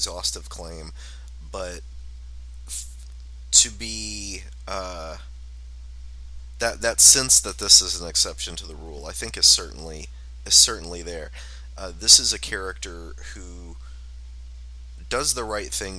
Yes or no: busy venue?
no